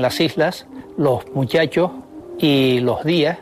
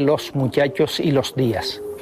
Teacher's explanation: En primer lugar, aspiran los canarios la S que aparece a final de sílaba. · Shown in: first take · Term: aspiración